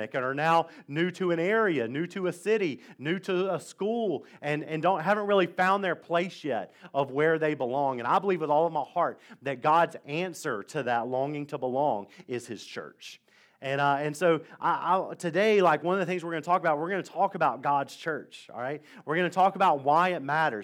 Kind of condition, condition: setting, large echoing room